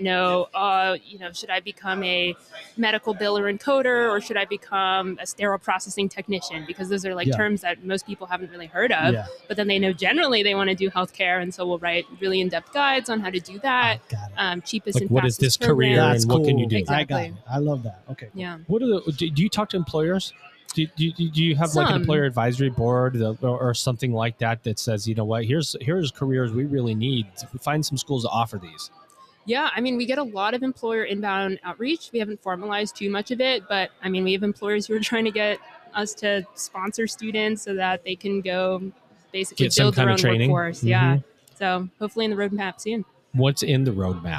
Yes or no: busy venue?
yes